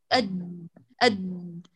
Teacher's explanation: أولا لابد تضبط المخرج، يعني في الباء لو أتيت بها مما بين الجزء الرطب والجزء البحري والجزء البري، الرطب والجاف، على طول بهذه البيئة بتعطيك استجابة لهذا الامتداد أب أب. كذلك الدال لو تقدمت قليلا عن المخرج تقول أد أد